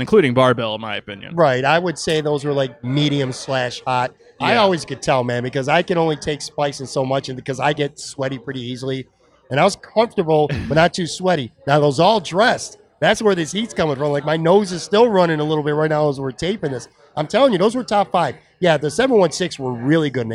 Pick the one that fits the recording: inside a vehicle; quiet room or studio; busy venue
busy venue